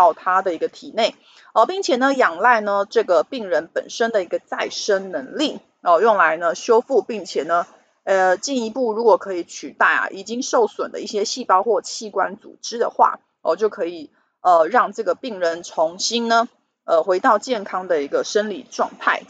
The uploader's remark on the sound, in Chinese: 本集有些許雜音，已亟力避免，如有察覺請多多包涵